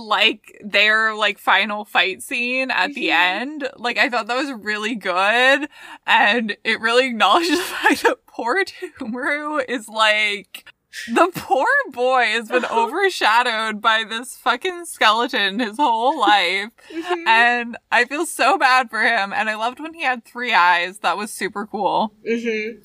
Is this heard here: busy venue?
no